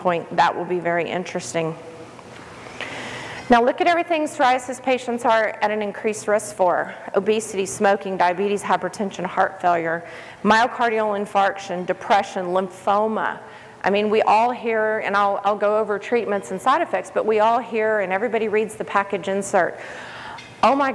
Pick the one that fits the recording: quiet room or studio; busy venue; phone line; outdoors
busy venue